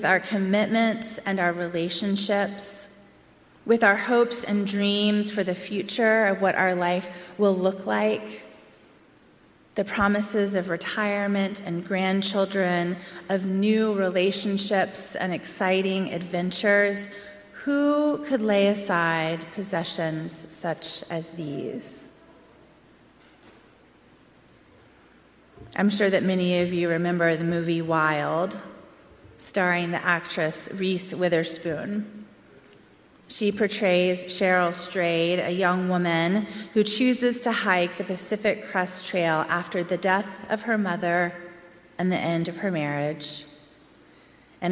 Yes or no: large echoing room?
yes